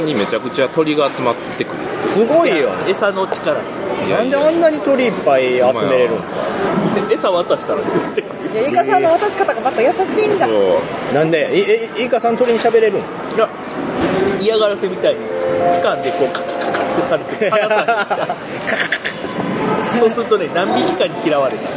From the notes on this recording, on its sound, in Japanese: ボードゲーム合宿in静岡。一部、屋外での収録のため、騒音雑音が入っております。